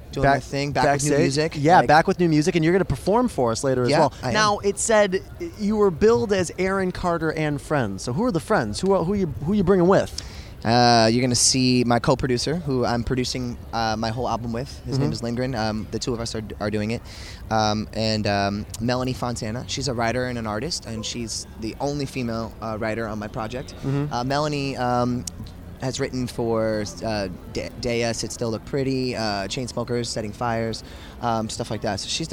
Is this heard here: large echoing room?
no